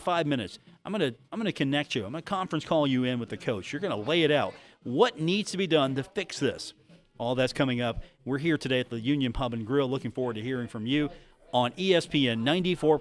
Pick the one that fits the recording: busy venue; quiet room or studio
busy venue